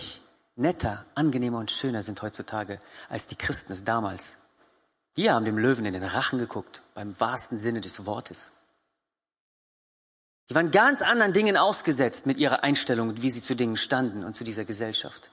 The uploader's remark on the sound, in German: Gottesdienst der Kirche für Bonn